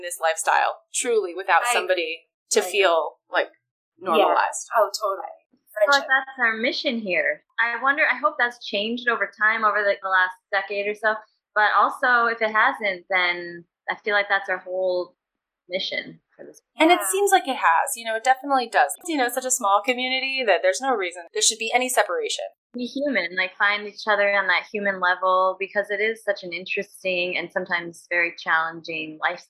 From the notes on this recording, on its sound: What do you get when you have two different dressing rooms in two different time zones with two microphones between three band wives, one loud sound check and ZERO sets of headphones? Pretty bad sound quality.